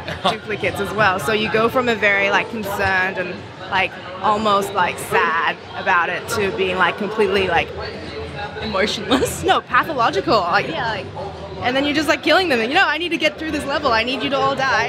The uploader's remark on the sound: live from the floor of PAX Australia 2019